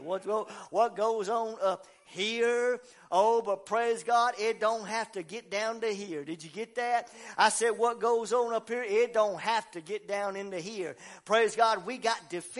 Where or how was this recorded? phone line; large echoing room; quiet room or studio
large echoing room